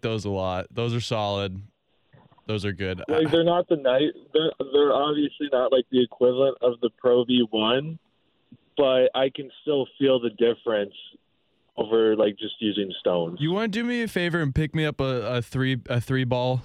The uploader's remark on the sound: On The Phone